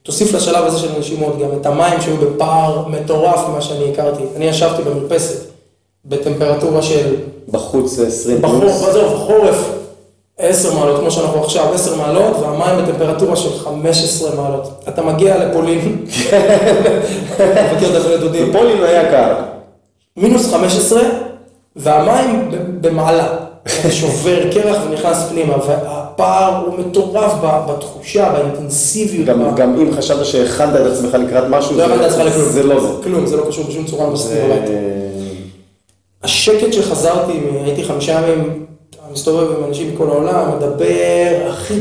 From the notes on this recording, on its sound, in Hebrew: הפרק הראשון סובל מחבלי לידה, הד קל בהקלטה.